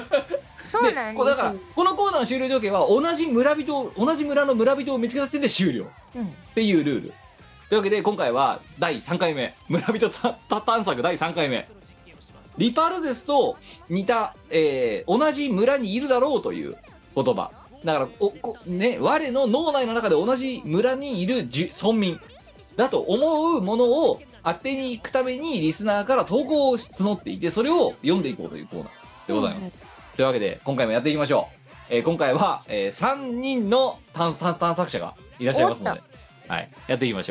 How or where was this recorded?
video call